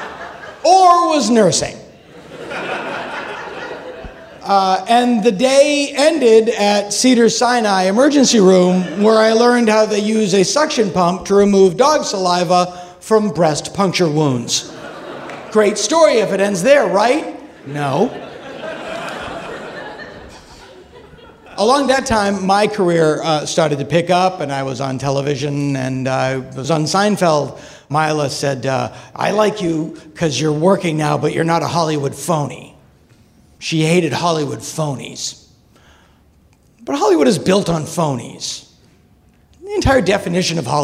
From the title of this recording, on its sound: Live from San Fran 2014